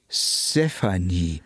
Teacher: das T wird im Grunde zu einem D